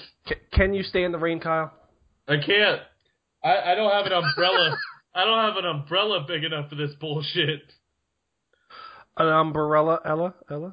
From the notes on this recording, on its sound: They also take phone calls and chat with listeners.